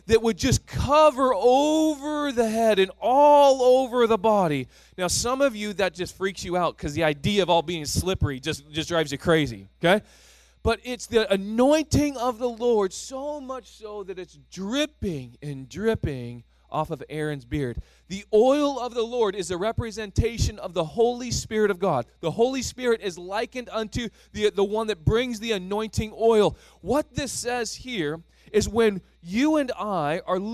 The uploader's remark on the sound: (2nd Service). Sermon Series: Thrive Leadership Conference (Session 7). At THRIVE Church Vancouver, Canada.